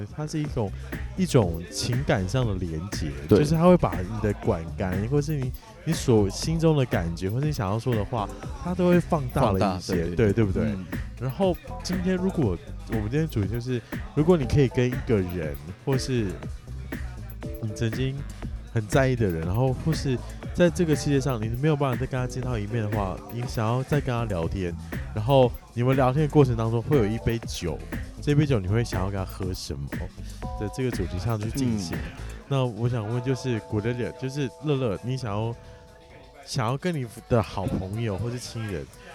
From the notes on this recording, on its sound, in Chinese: 感謝場地提供╬ Casa Cafe & Bar Taipei (喝了三杯酒) Play ba (喝了一杯酒) #我家 (喝了一杯水)。然後喝太醉竟然忘記按on鈕錄音。